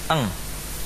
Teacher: bagian lidah yang berdekatan dengan makhraj kaf ini betul-betul melekat, ya, naik melekat sampai ke langit-langit sehingga suara gunnah utuh di mana? · Term: Bunyi eng